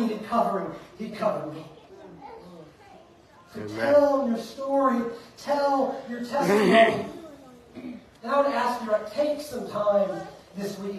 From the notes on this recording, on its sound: Preached at Fairview Church in Montgomery, Alabama on November 26th, 2023.